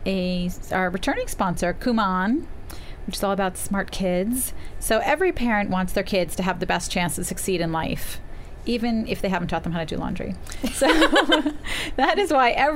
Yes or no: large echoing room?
no